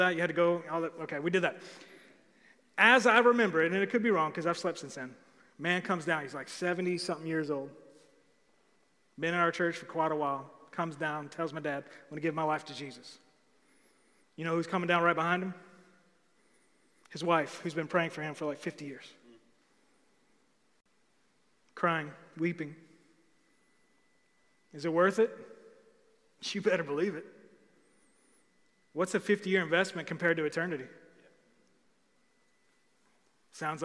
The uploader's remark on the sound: Recorded live on October 25, 2020 at The Fellowship at Two Rivers.